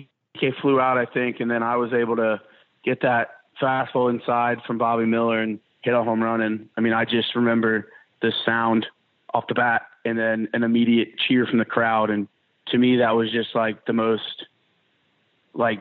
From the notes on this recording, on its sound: joined on the Modern Woodmen phone line